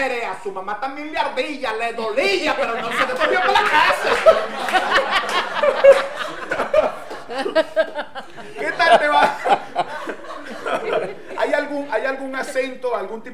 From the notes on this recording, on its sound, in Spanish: Techo Tres es un programa grabado en vivo.